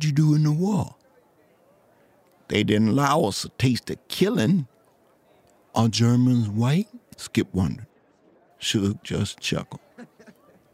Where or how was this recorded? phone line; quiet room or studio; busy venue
busy venue